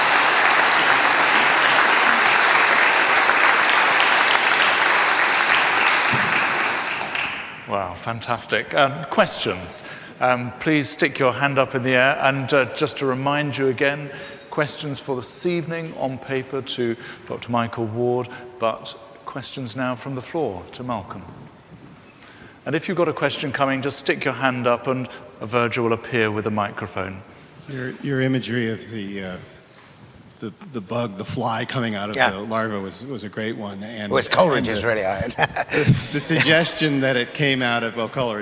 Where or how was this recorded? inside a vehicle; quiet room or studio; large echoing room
large echoing room